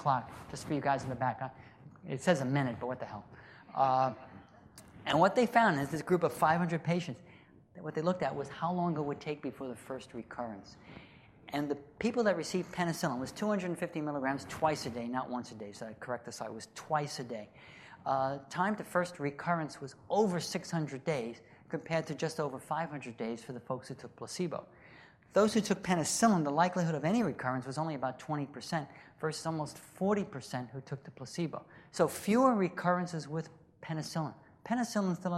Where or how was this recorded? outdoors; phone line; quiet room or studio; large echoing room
large echoing room